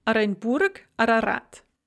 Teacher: both the O and the A there at the beginning of the words are pronounced A